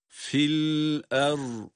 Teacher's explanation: Yani lamın sesi biter bitmez hemzeye geçiyoruz.